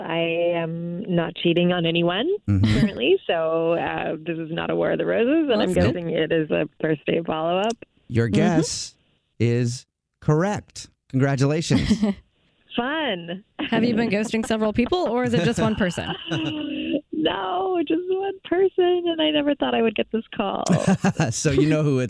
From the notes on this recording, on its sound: A Phone Prank